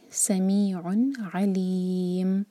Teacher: عن جو ہے اظہار، یہاں پر ٹائم نہیں دیں گے، کلیئر پڑھیں گے